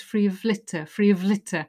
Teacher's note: It's quite difficult in connected speech because of is a weak form.